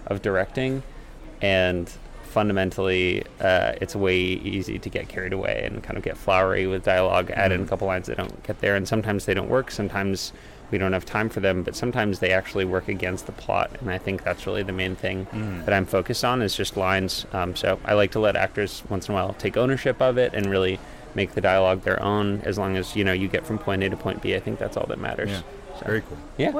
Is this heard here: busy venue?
yes